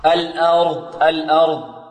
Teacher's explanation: الهمزة ماذا؟ مرققة، والراء مفخمة لأنها ساكنة ومسبوقة بفتح